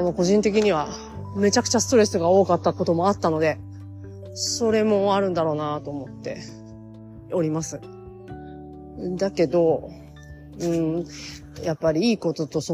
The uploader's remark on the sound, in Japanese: 歩きながら撮っているために聞きづらくて申し訳ないです。